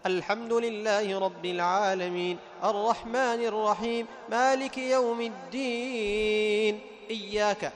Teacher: خالفت في الأول، مديت حركتين، وفي الأخير مديت كم؟ أربع حركات، مع أن المد إيش؟ واحد، كله مد عارض للسكون